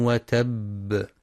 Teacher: ينتبه القارئ لقلقلة الباء في كلمة وتب كسب لهب